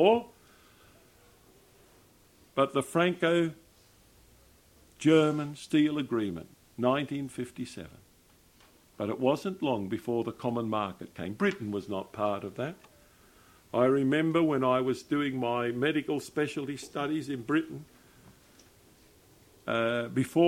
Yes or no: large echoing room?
yes